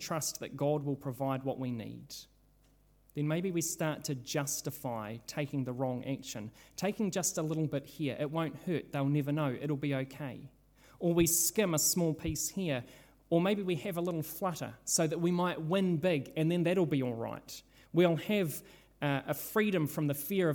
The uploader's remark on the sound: This sermon was originally preached at Holy Trinity Richmond, on Sunday 3rd July 2022.